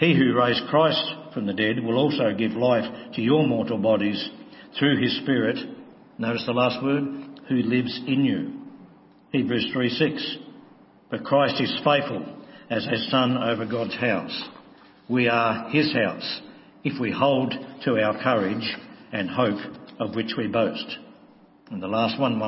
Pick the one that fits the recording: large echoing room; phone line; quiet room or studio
large echoing room